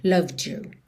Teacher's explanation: Você também poderia dizer loved you, mantendo mais D mesmo. Mas por conta do formato desse Y, you, you, é bem comum esse D virar meio que um DJ. Loved you, ok?